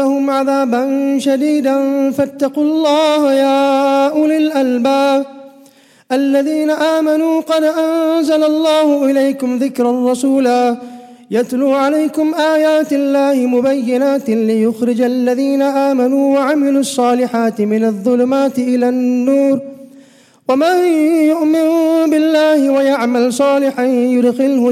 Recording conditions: large echoing room